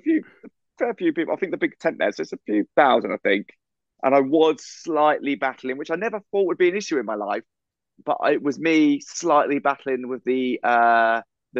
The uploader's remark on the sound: this episode was recorded over zoom.